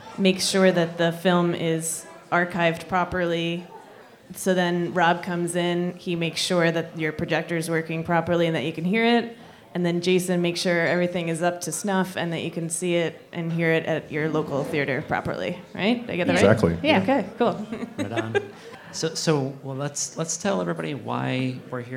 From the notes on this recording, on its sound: AMIA Projection Workshop at the Alamo Draft House in Austin, TX. Sat down for the first podcast recorded in front of a live audience.